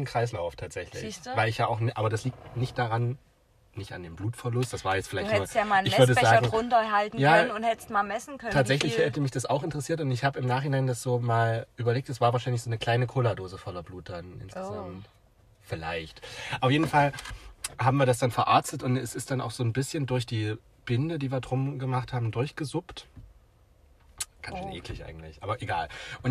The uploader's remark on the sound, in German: Die heutige Folge haben wir mit einem kühlen Drink, während die Sonne langsam unterging, im Auto aufgenommen